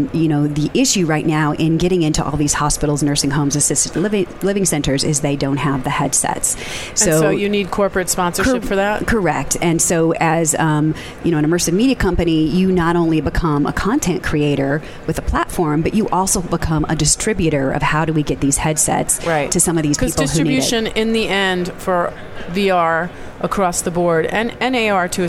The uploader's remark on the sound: Day 2 Live at NAB show 2017! To bring you all the digital thought leadership live from the NAB show 2017 Advanced Advertising Pavilion.